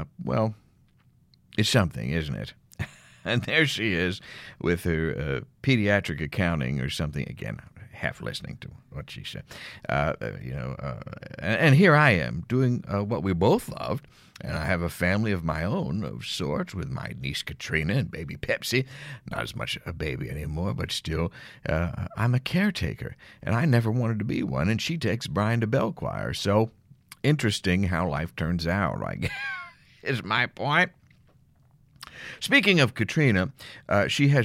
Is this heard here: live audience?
no